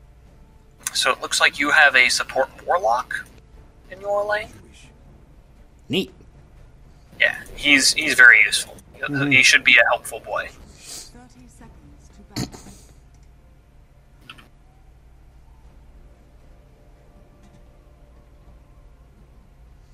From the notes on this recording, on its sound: This was recorded a few weeks ago but we had an issue with the audio we had to figure out.